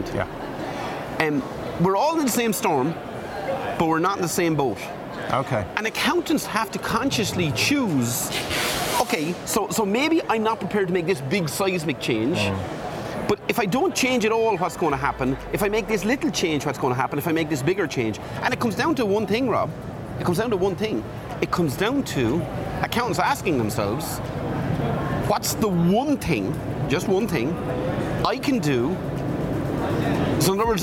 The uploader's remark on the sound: Live from Europe's Biggest Event 'Accountex'. A series of live interviews from Accountex 2022 in London recently. AIBN were the official broadcast partners of the event.